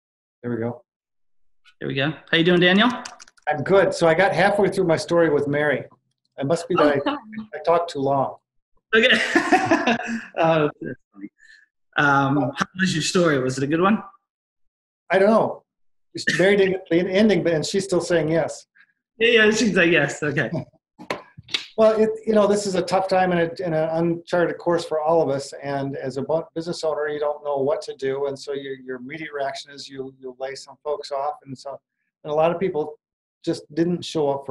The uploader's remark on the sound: In this webinar recording